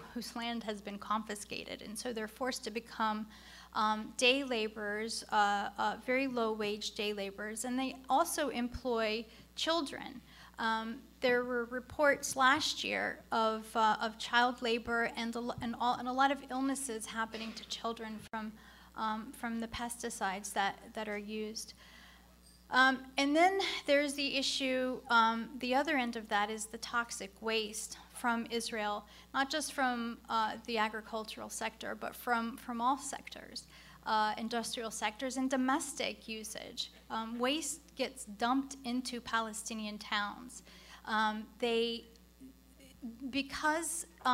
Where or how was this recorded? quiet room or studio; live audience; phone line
live audience